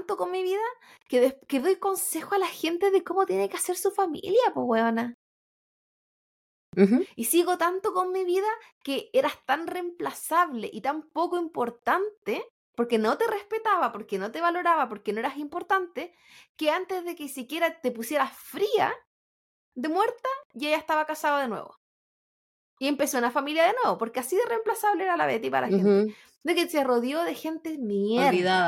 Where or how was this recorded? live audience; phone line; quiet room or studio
quiet room or studio